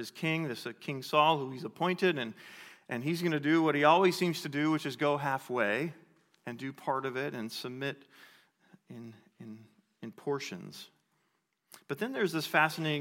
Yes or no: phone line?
no